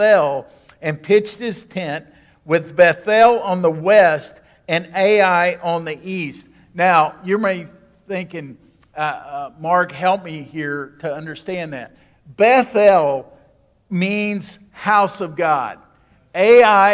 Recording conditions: large echoing room